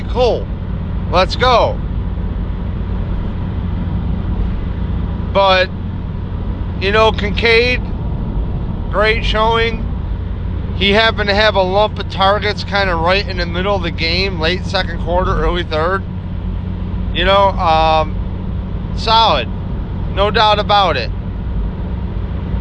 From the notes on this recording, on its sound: Drove down to the game to have stub hub cancel the ticket. Ranting in the dark driving home through all the emotions.